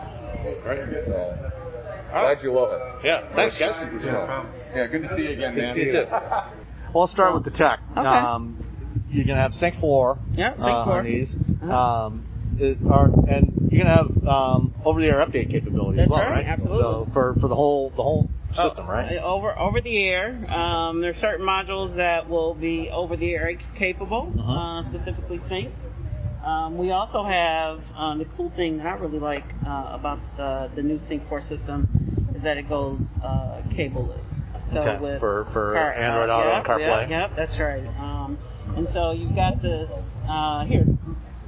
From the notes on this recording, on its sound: Sorry about the audio quality, we were outside and all wearing masks